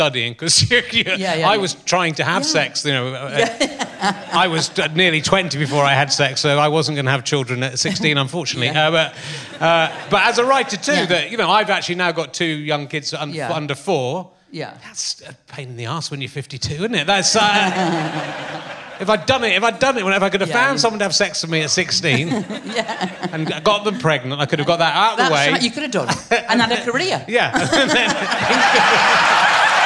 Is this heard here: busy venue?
yes